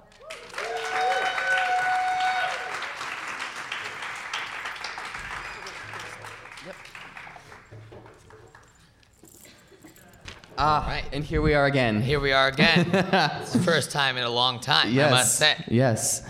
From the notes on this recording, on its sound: FARMED: A Live Podcast Album. FARMED culminates in evenings of song and interview, performed for a live studio audience.